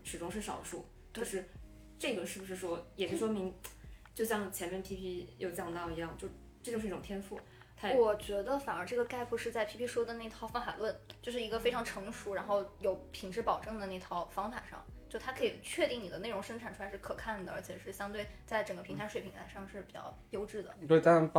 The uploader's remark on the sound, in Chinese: 本期录制时间是今年3月，彼时录音设备还没升级，4个人对着一个麦讲话，距离不一样，可能声音大小会有些波动，见谅～